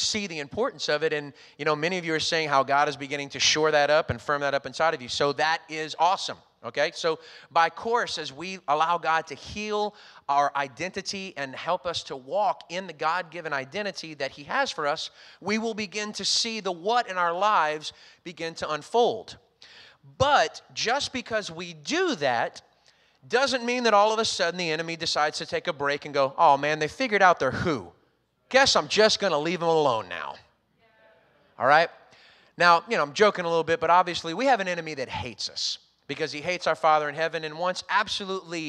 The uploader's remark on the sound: recorded on Sunday, August 1st, 2021, during service at The Anchor Church in Rockport, Maine.